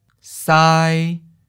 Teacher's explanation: First tone, high flat.